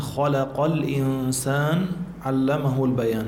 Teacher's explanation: الإنسان في إخفاء، نون ساكنة وبعد سين إخفاء